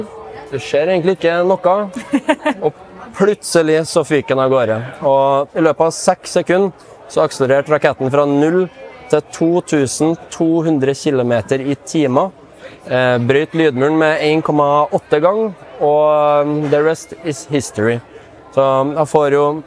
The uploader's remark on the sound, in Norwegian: Trondheim Tech Ports InnovasjonsPodcast ble spilt inn under årets Trondheim Skaperfest , midt på torvet i teknologihovedstaden Trondheim. Podcasten er gjort mulig i samarbeid med Nomono , som lånte oss sitt bærbare podcast-studio, fylt med splitter ny lydteknologi fra SINTEF .